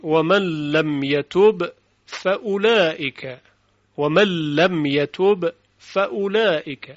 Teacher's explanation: در روایت حفص و بسیاری از قرائات و روایت دیگه با در فا ادغام نمیشه